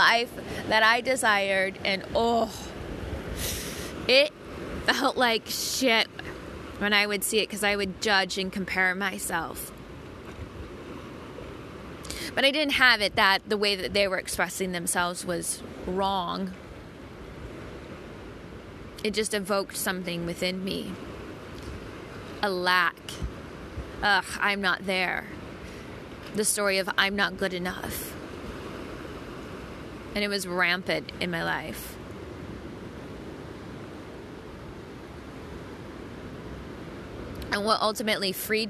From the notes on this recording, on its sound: Sounds of the Pacific Ocean at Avalon Beach, Australia.